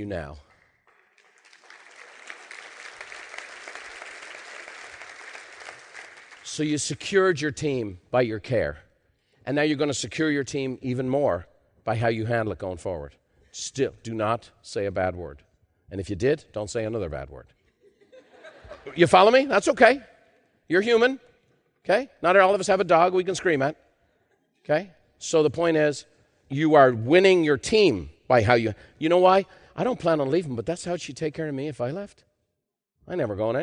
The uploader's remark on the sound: In part 2 of this special live recording